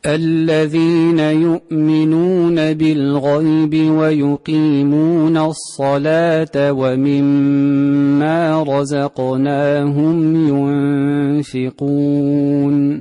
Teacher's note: رقق اللام من الصلاة